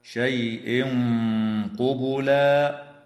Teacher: ويخفى التنوين عند القاف مع الغنة مفخمة في قوله تعالى شيء قبلا، ويدغم في الميم مع الغنة في